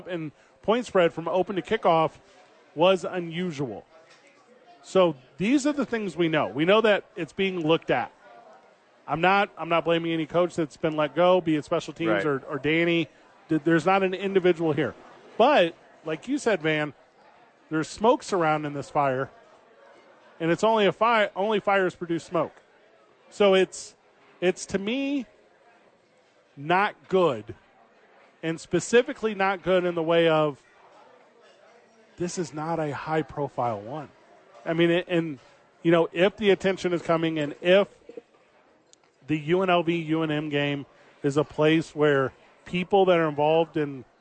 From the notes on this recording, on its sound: live from Sadies on 4th!